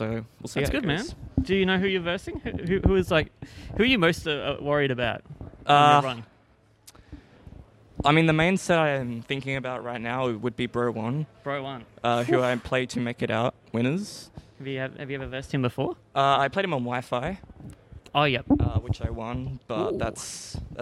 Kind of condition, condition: setting, busy venue